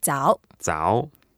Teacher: And 早 is a third tone. So okay. Make sure you go down first and go up. Go up again.